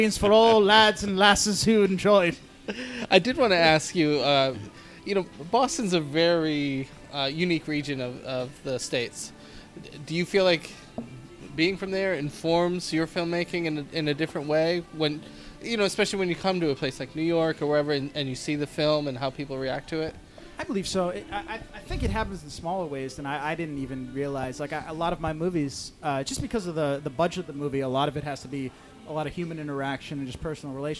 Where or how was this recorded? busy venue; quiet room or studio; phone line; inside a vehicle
busy venue